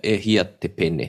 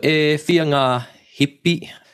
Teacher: you might hear e fia in Tainui. For example, hia becomes fia. · Shown in: second take